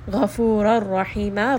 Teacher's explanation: Ra in both of these cases is heavy. And then we end here on a 2-count mad.